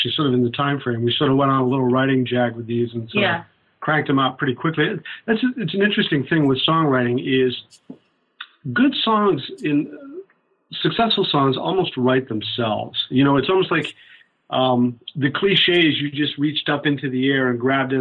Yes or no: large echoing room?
no